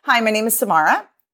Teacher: upspeak is that rising inflection at the end, which can make everything sound like a question.